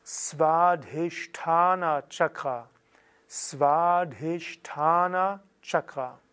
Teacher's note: Langes A, kurzes I, zerebralisiertes Sha und Ta, langes A.